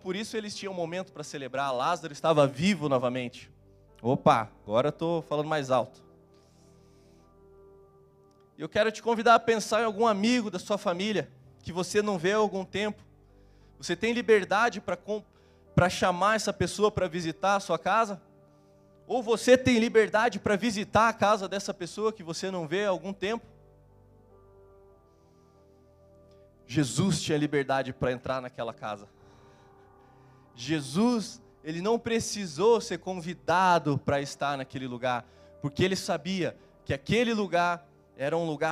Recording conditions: large echoing room